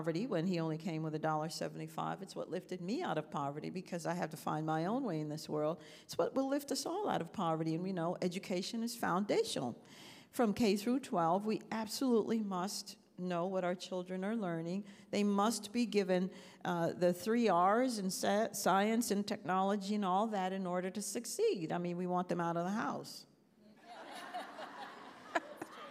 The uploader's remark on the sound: This special episode of Women for America was recorded at Concerned Women for America's recent Leadership Summit 2023.